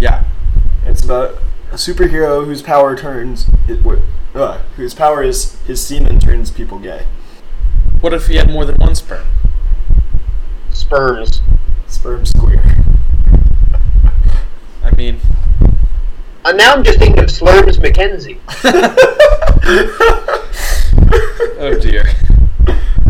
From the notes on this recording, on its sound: we recorded in a windstorm apparently.